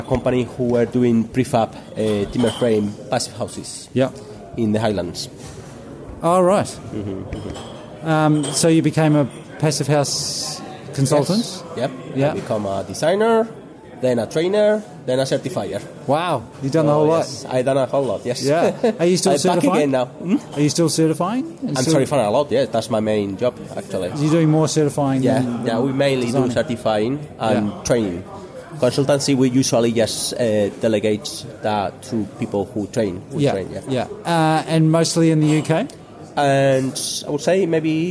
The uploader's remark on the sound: In this special bonus episode recorded at the 26th International Passive House Conference.